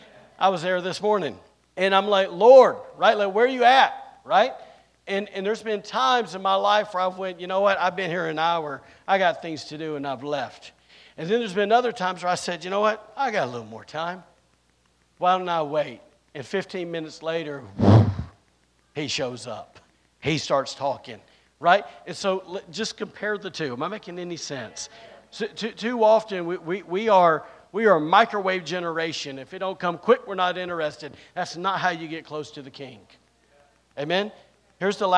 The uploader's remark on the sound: recorded on Sunday, April 2nd, 2023, during service at The Anchor Church in Rockport, Maine